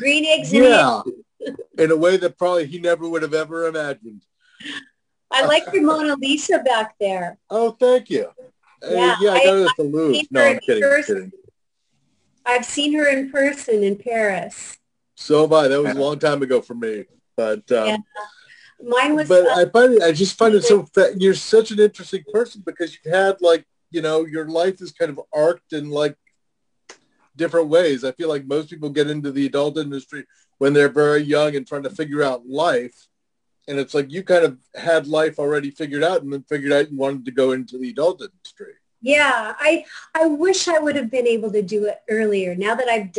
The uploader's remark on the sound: before we start the Zoom Show